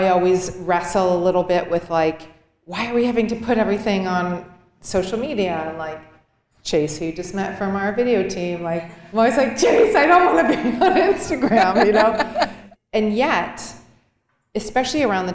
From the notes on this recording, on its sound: sat down in front of a live audience